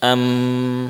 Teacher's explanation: Am sebagian masuk ke sini, ke hidung. · Term: Mim